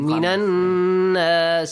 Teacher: Noon plus noon. Nun mushada idgham mithlin minannas again nasal sound and also two counts.